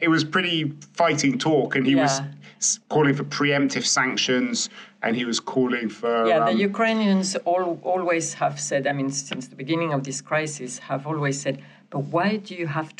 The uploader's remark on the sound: Reporting from Munich Security Conference. Live from the Munich Security Conference (MSC)! In one of the many rooms of the Bayerischer Hof.